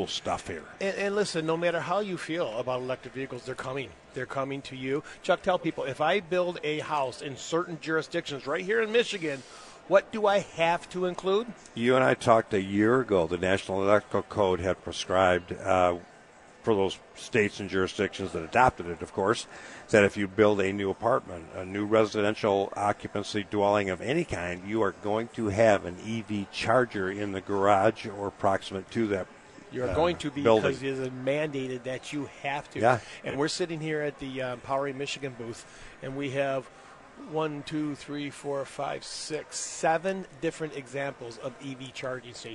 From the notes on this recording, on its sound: The guys are live from the Detroit Auto Show.